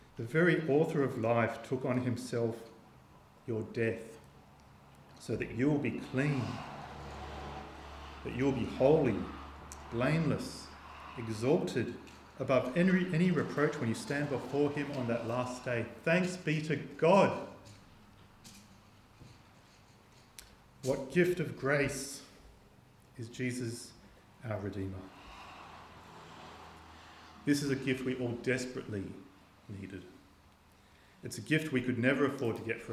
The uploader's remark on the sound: This sermon was preached on the 31st of December 2023 at all services of Helensburgh and Stanwell Park Anglican Church.